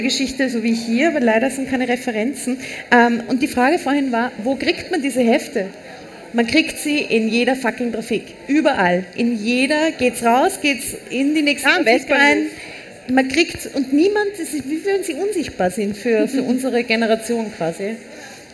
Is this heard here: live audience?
yes